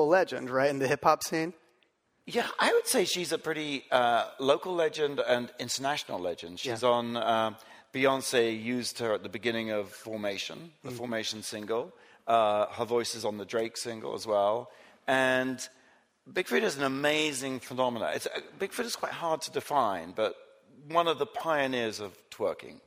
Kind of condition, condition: setting, live audience